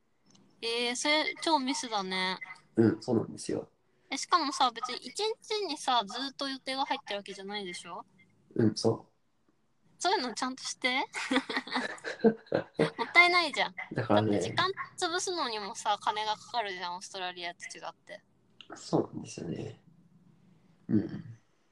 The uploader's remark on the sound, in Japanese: 初のリモート収録！ ノイズを押しのけてでも聞いてくれますかっ？